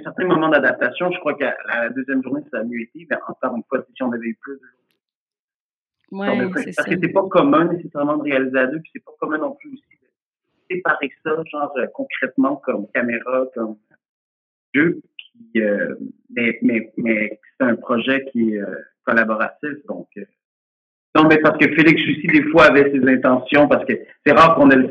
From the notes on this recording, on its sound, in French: Cette conversation vous transporte en 1992 avec sa qualité sonore douteuse